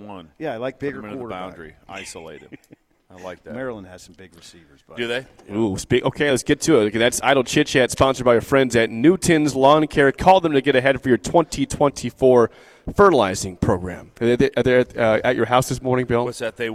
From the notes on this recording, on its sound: We are LIVE on remote at the UNL East Campus Readiness Center for a Veterans Day special broadcast with the Nebraska Army National Guard